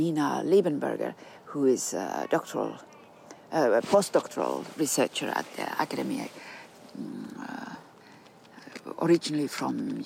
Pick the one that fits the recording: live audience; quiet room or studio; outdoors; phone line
outdoors